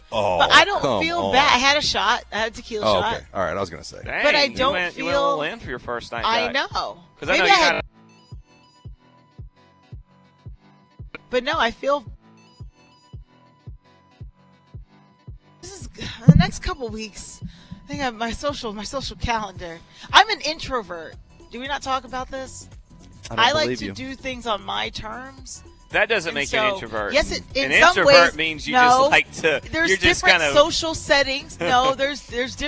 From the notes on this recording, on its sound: broadcasting live from Five Iron Golf in Midtown